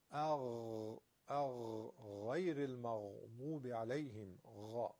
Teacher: غین چیه؟ همون قافی که شل شده و کش میاد